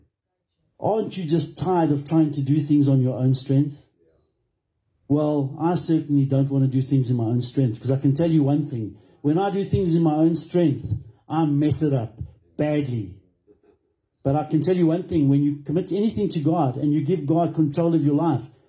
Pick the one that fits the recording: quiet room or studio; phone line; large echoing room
large echoing room